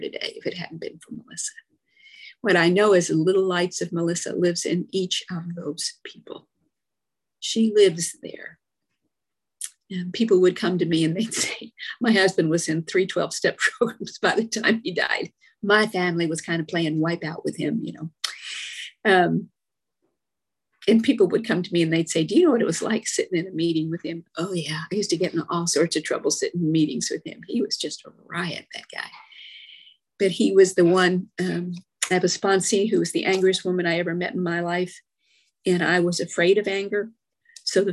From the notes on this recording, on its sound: From Addison AFG, Dallas, TX shares her experience, strength and hope on zoom.